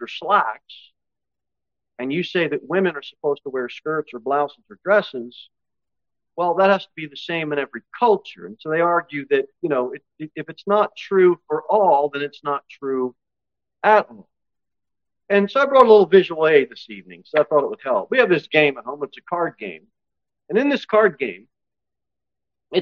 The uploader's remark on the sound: Sermon delivered at Pilgrim Baptist Church on Sunday, September 3, 2023, at 2-15 pm. Jere Whitson Rd. Cookeville, TN 38501.